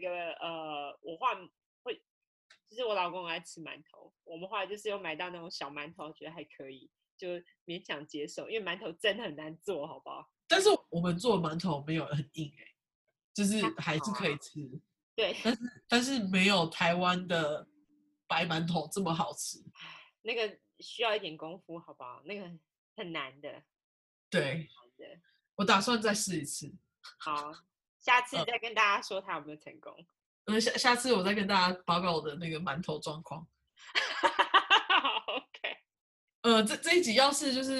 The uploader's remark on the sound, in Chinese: 初期音質不佳